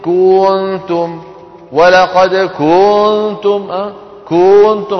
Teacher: تستحق فينشأ من ذلك ألف وهذا لا يصح كنتم انظروا كنتم بعض إخواننا يبالغون في تطويل ضمة الكاف فتصير كنتم · Term: التمطيط